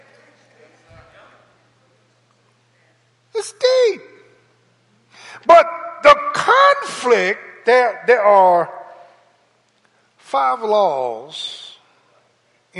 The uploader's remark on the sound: Sunday Morning Service 8.28.22